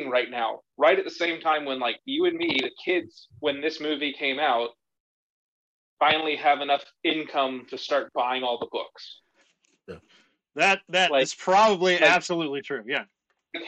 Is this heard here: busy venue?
no